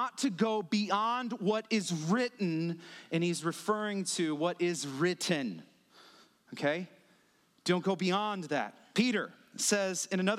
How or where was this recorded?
large echoing room